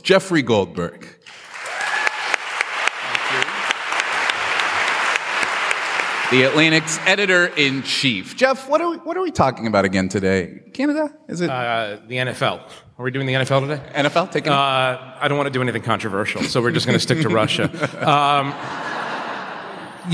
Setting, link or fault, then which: setting, live audience